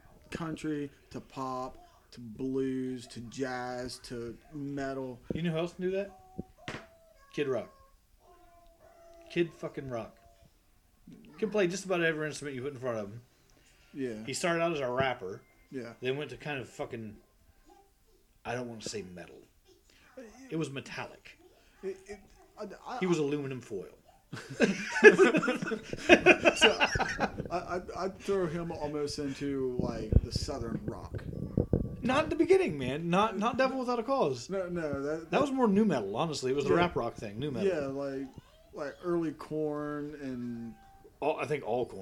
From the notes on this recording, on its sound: The quality is shite. We had 1 mic.